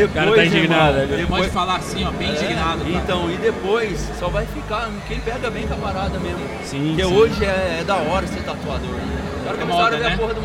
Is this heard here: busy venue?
yes